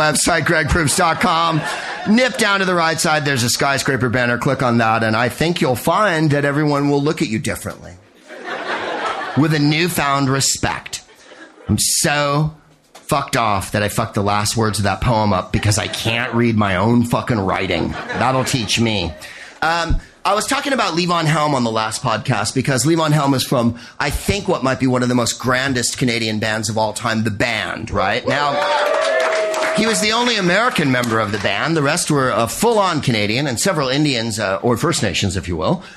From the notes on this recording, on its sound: Proopcasting live from The Carleton in Halifax, Nova Scotia